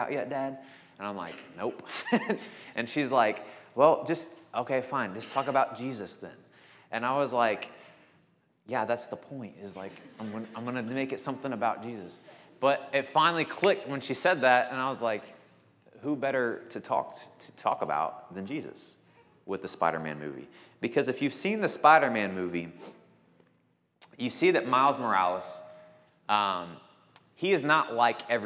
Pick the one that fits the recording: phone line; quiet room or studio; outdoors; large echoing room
large echoing room